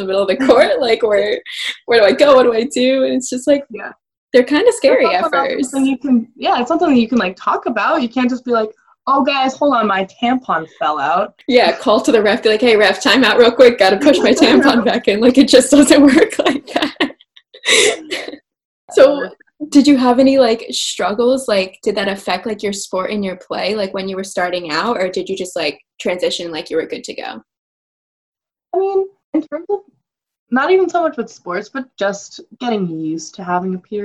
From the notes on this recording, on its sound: Bare with my zoom audio